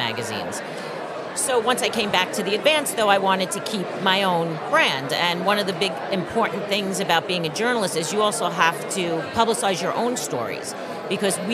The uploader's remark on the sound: live from the SIEDC Business Conference